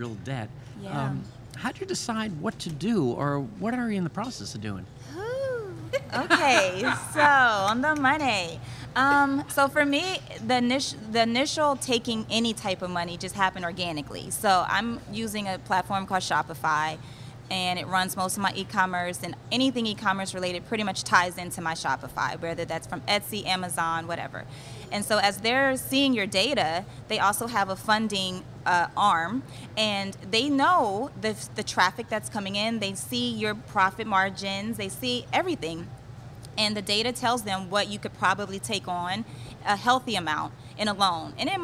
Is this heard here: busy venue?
yes